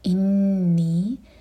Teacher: نون پر غنہ اور ساتھ میں جو یا ہے دو حرکہ لمبا